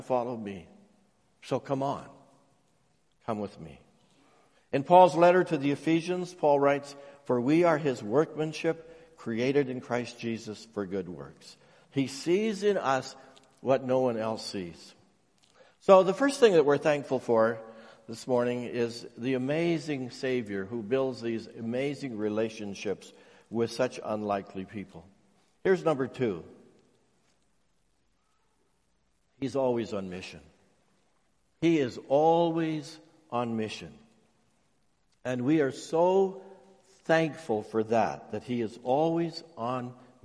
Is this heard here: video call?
no